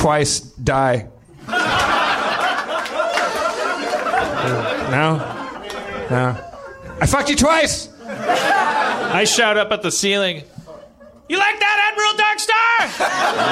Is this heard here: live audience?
yes